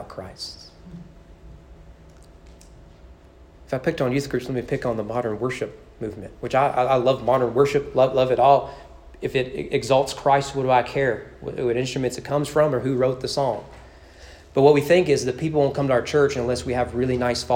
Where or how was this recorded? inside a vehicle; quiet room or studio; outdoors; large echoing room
large echoing room